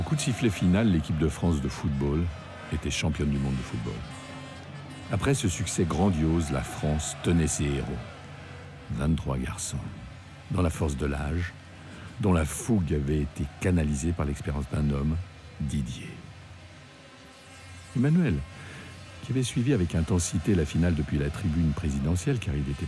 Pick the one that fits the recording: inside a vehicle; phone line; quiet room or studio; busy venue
busy venue